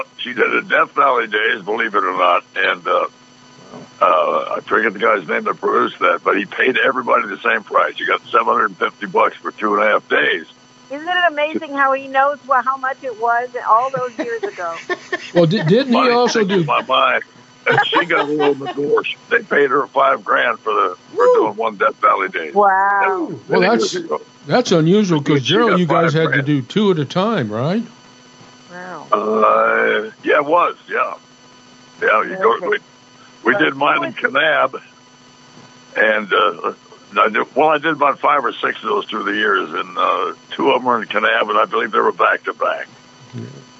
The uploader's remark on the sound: joins us by phone